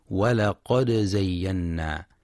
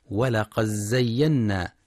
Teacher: ينتبه القارئ برواية حفص لإظهار الدال مع القلقلة في ولقد زينا، فلا يقرأ ولقد زينا بإدغام الدال في الزاي · Shown in: first take